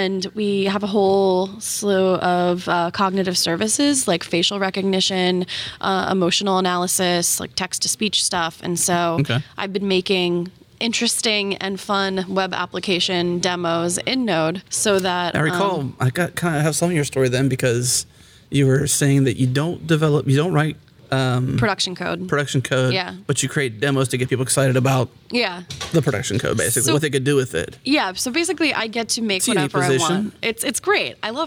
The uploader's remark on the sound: Recorded at Node Interactive 2016.